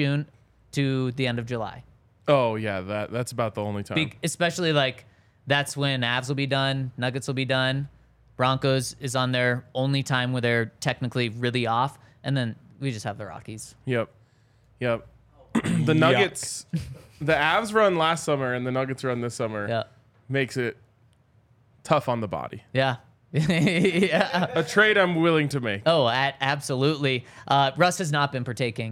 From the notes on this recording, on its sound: Coming to you LIVE from the DNVR Bar.